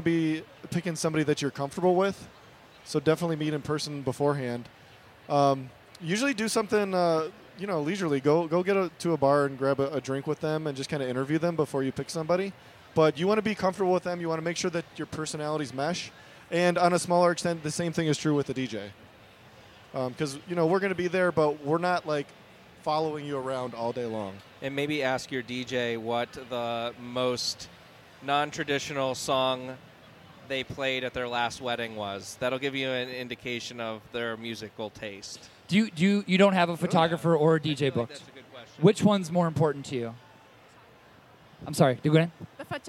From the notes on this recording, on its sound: Live Recording from day 1 of the Today's Bride show. Taking questions from attendees.